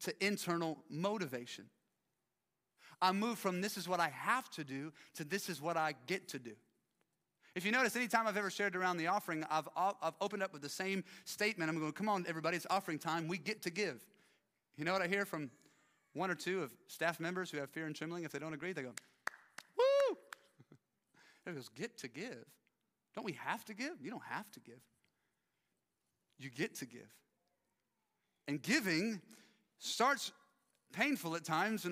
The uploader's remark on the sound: live from our 10am service at our Alpharetta campus